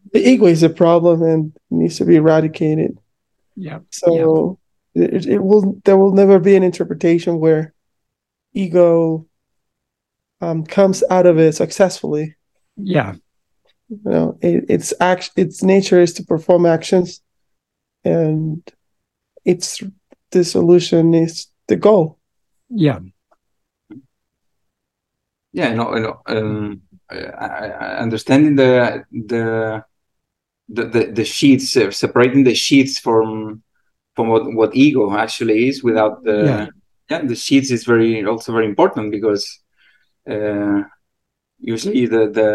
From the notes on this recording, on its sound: In a Zoom meeting